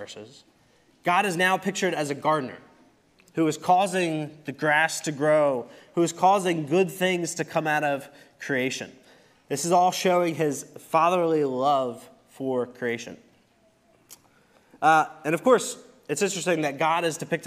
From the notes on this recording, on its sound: Recorded service from November 26, 2023.